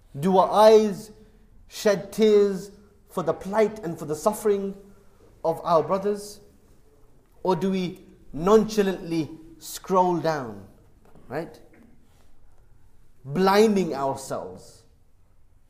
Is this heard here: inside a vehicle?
no